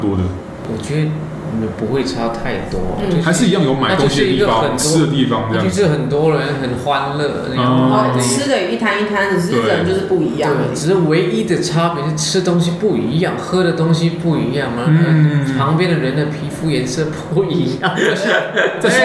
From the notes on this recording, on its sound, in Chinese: 本集白噪音指數：蚊風級 1/5。錄音地點： Charlie's Sports Bar。